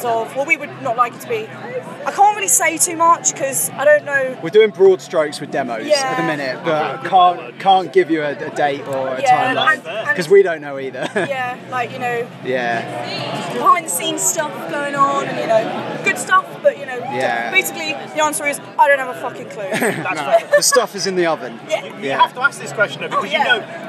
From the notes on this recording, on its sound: Live from 2000 Trees 2023